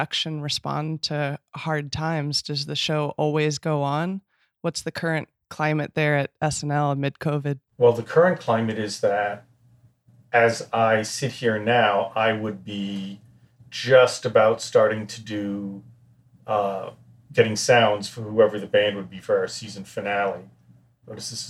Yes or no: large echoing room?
no